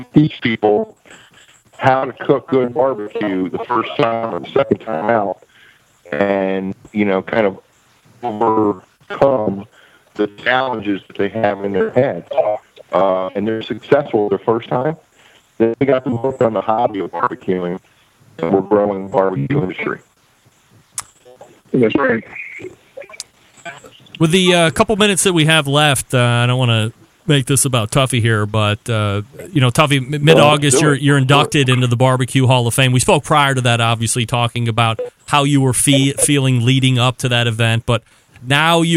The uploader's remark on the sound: calling in live from Australia